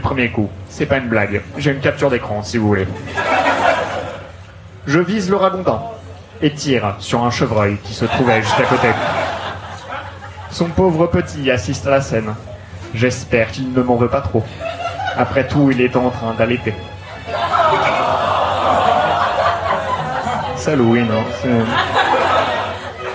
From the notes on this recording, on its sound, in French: Enregistré en live et en public au One More Joke.